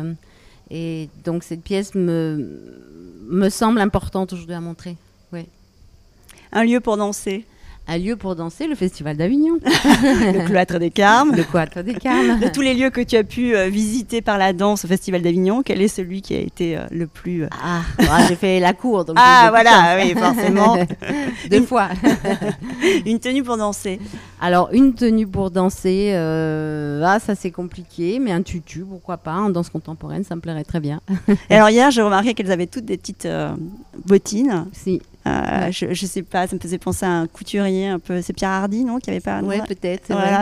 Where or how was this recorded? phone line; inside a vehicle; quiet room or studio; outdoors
outdoors